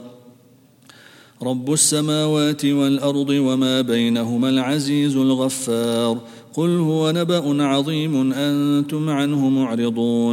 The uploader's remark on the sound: at the Houghton Masjid (West Street)